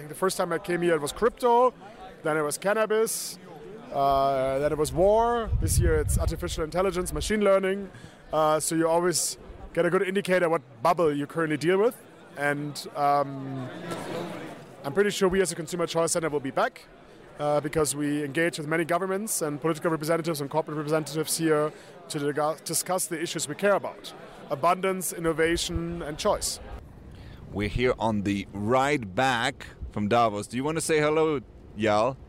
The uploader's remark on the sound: We're coming to you live from Davos, where Consumer Choice Center was a sponsor at the annual Swedish Lunch side-event. You're hearing from guests and the CCC team live from the mountain.